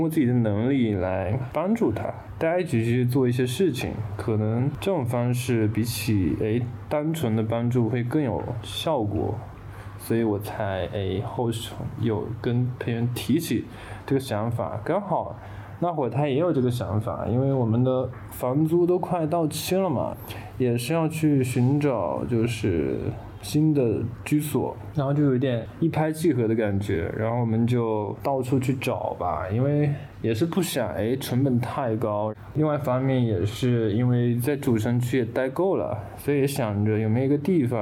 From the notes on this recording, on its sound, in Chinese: 录制行为发生时两个主播都没有任何准备，拿起录音笔在客厅直接就录了起来，贵在真实。